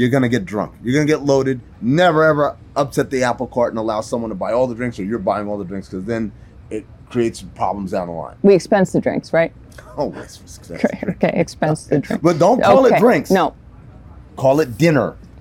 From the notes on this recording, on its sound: Live from Las Vegas for NBA Summer League 2023